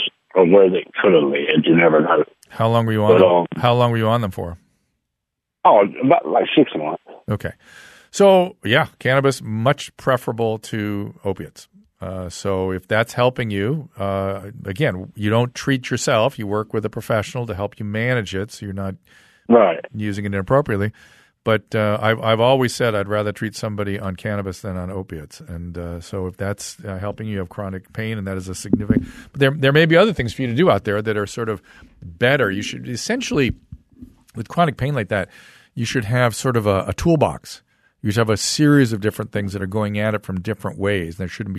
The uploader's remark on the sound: heads to the phone lines